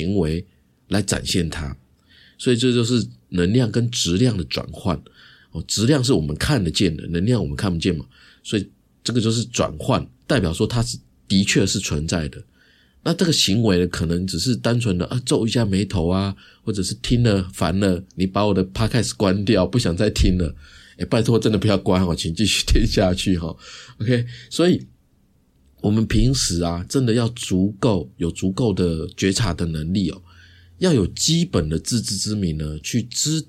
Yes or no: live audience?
no